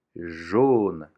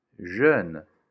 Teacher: insistir sobre o som O de jaune e não pronunciar jeune · Shown in: first take